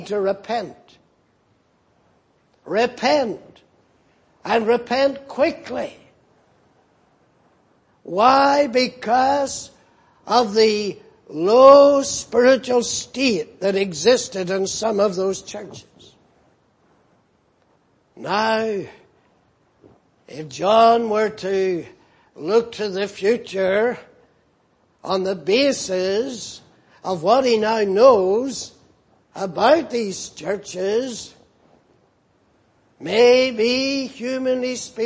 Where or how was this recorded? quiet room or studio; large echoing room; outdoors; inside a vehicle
large echoing room